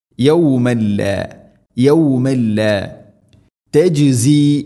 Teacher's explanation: തൻവീന് ശേഷം ലാം ഇദ്ഗാം ബിലാ ഗുന്ന, മണിക്കാതെ കൂട്ടിലയിപ്പിക്കണം